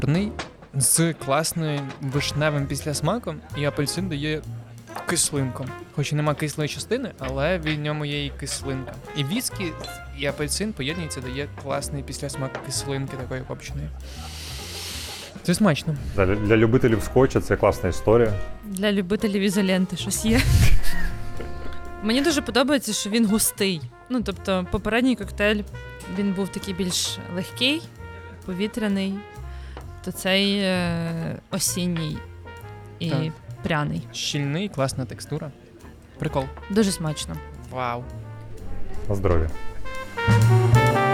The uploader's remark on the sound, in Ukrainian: Одинадцятий епізод записали у Вінниці в дружньому барі «Полуночники»